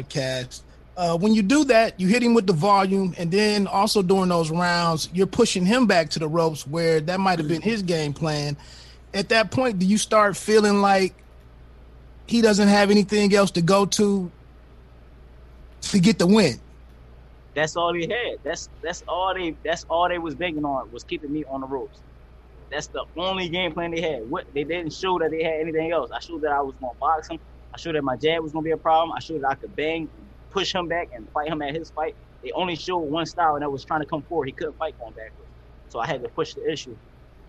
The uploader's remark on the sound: Media Conference